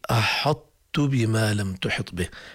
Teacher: هنالك إدغام ناقص في أحط بما لم تحط به، لا هو إظهار ولا هو إدغام. لو قلنا أنه إظهار وجب قلقلة الطاء، لو قلنا إنه إدغام وجب تبديل الطاء بتاء، لكن كلاهما غير صحيح، إنما هو إبقاء صفة الاستعلاء أو الإطباق في الطاء ونطق التاء أحط.